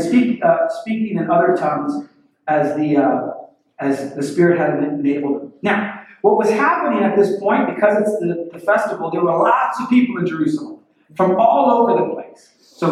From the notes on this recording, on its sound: WE ARE SORRY FOR THE POOR AUDIO. WE HAD SOME ISSUES.